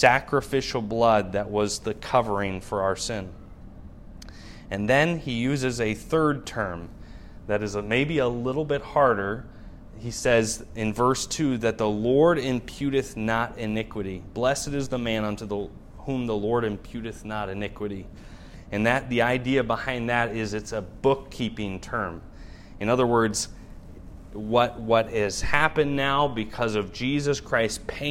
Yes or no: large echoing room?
yes